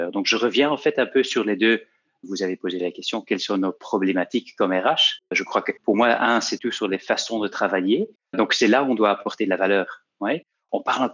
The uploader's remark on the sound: Panel discussion (NL-FR). This episode of HR Talks is a recording of a panel discussion that took place during the recent Virtual HR innov & tech Day (powered by HRMinfo).